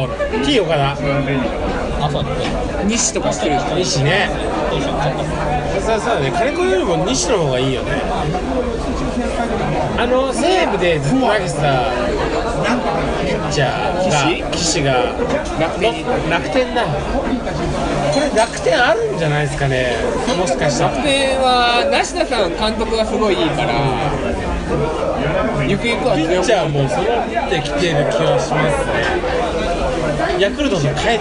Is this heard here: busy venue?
yes